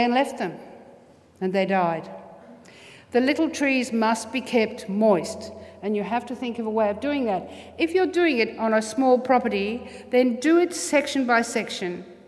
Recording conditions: large echoing room